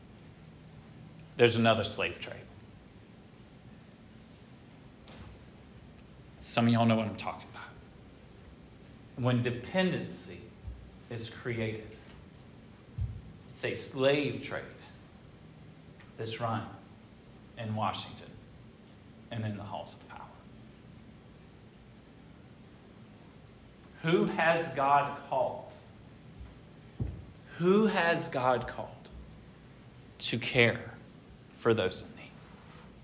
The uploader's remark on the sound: This sermon was preached at Hope Fellowship